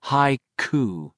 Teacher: a slide of air broken as if along a dotted line by the k sound at the very back of your mouth